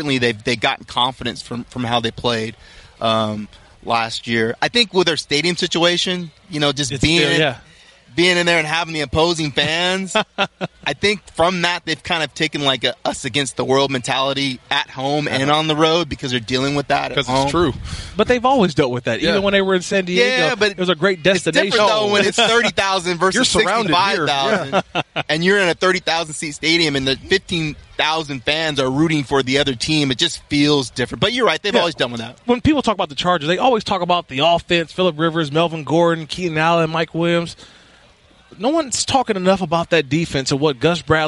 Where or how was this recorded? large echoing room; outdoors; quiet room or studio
outdoors